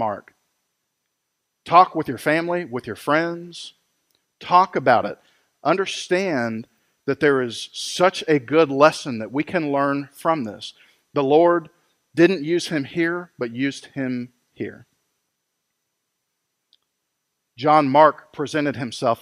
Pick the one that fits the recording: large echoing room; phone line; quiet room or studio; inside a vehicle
large echoing room